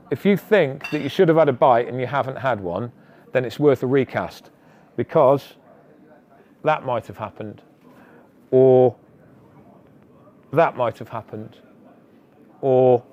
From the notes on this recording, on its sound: LIVE at The Outlaw Pro Carp Show. This month we are back at the recently held Outlaw Pro Carp Show to drop in on the packed program of live talks that took place over the weekend.